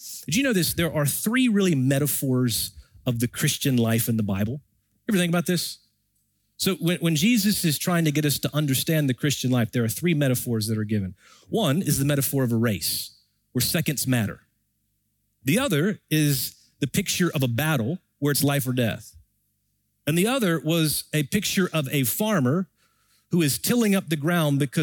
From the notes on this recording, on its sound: Recorded Live at Brookwood Church.